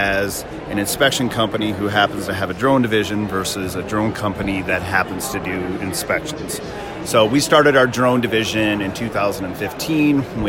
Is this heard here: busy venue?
yes